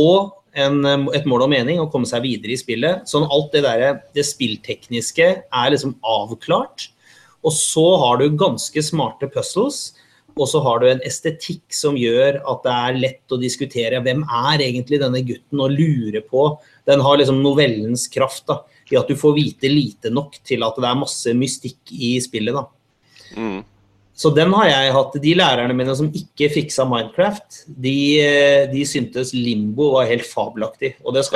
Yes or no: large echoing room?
no